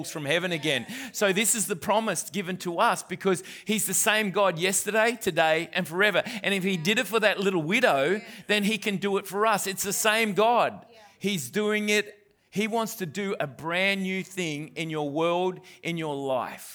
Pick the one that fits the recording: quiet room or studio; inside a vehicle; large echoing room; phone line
large echoing room